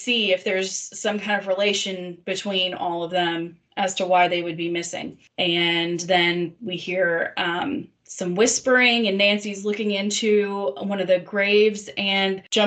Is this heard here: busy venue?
no